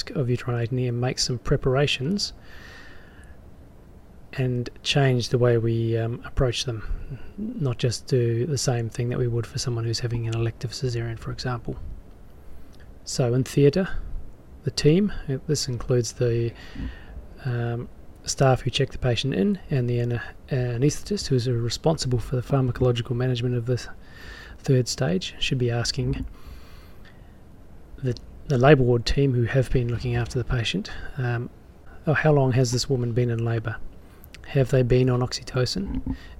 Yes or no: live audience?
no